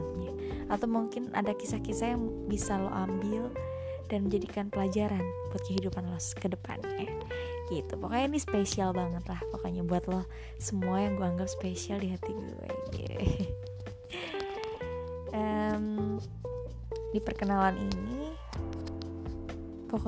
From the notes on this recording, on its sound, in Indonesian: Maaf kalau didalamnya mengandung unsur suara luar karena rekaman ini masih dalam tahap biasa.